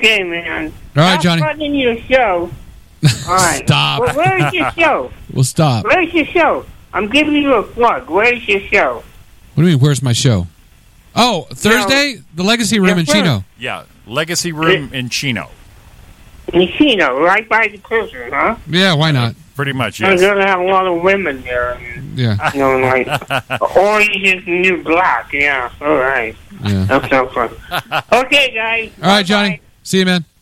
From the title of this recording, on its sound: All Phone Lines Lit